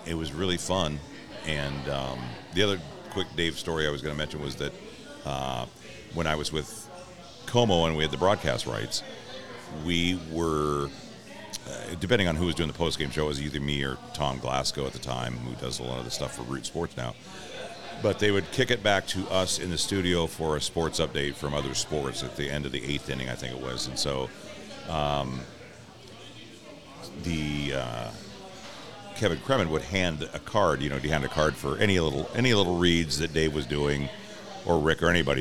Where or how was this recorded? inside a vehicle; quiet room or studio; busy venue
busy venue